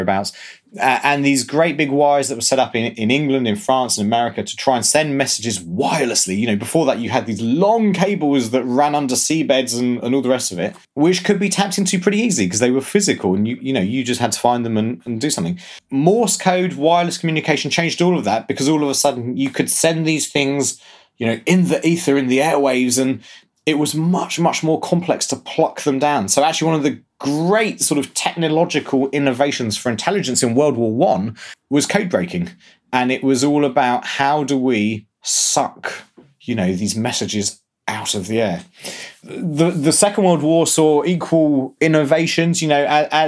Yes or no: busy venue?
no